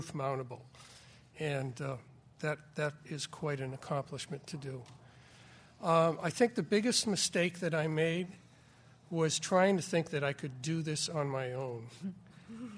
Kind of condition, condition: setting, live audience